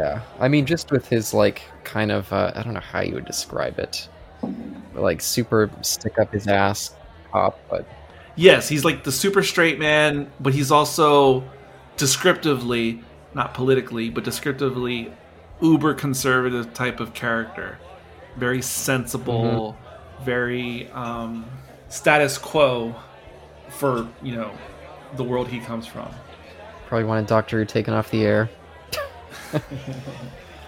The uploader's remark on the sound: This discussion was filmed in front of a live bar-side audience on Feb.